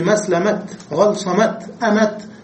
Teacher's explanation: كل هذا وقف عليه بالتاء، والكثير المشهور أن يوقف عليه بالهاء